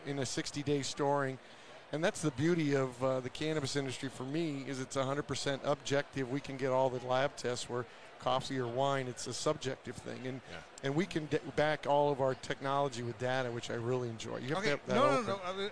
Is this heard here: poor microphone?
no